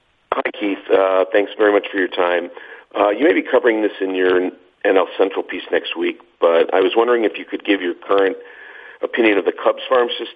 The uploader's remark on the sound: Conference Call.